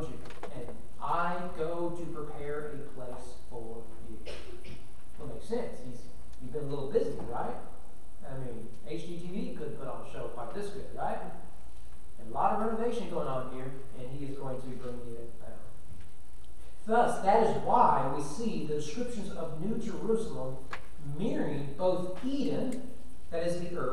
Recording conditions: large echoing room